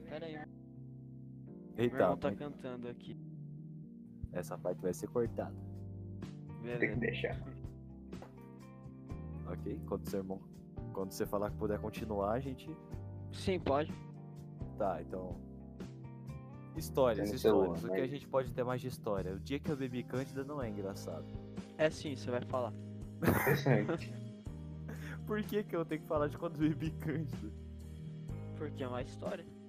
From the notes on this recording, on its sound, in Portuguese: Episódio com o audio extremamente baixo, mas foi um teste.